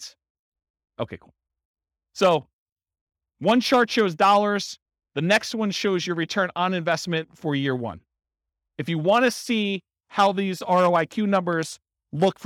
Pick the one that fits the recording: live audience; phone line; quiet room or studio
live audience